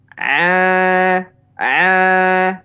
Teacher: ini ada getaran di hidung dan bunyinya pun seperti suara bindeng, suara pilek ya atau suara flu ya. Jadi seolah-olah suaranya mengalir ke sini semua a a a nah, ini adalah contoh yang tidak tepat ya contoh yang salah jadi ain itu harusnya ada di tengah-tengah tenggorokan kita contohkan yang tepat a a oke okay?